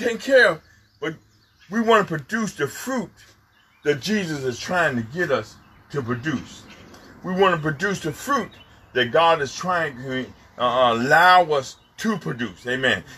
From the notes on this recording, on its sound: FTNFCOG Outside Service May 24, 2020